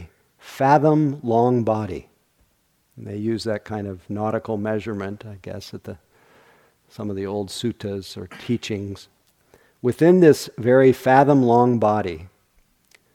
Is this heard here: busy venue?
no